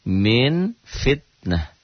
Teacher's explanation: bila nun mati atau tanwin bertemu dengan fa, bunyinya berubah menjadi m. Akan tetapi mulut tidak tertutup rapat, masih ada keluar udara yang keluar. Sama orang yang bilang ember, tapi agak bindeng. · Term: ikhfa